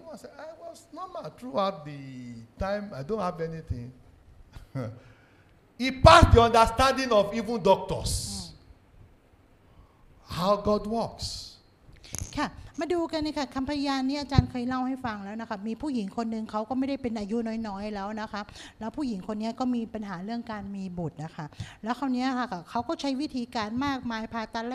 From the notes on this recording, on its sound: This sermon was Preached Live. With Thai Translation.